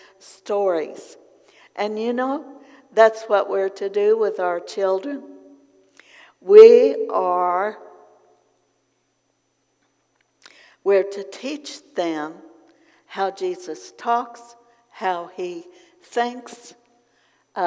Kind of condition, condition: setting, large echoing room